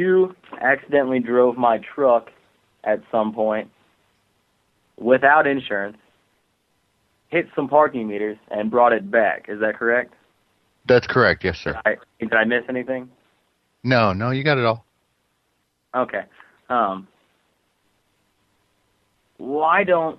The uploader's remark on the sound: …'s Personal Prank Phone Calls Collection.